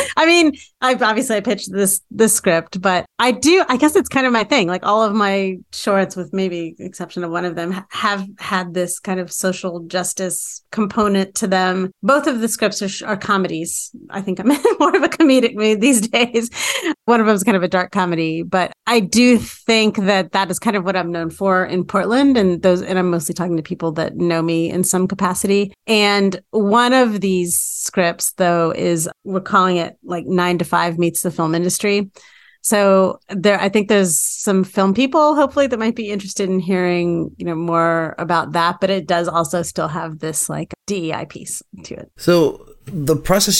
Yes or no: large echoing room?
no